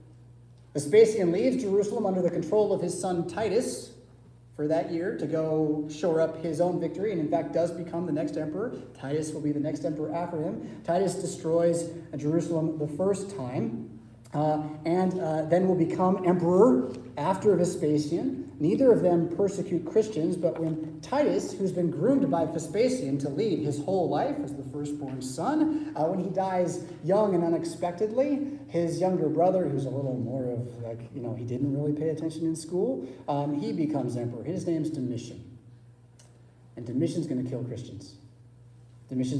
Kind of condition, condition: setting, large echoing room